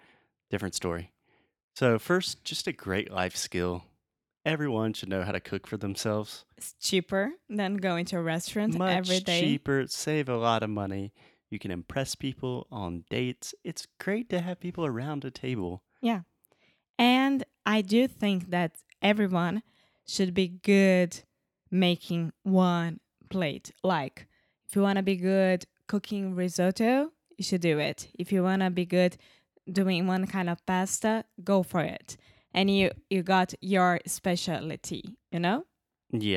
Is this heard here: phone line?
no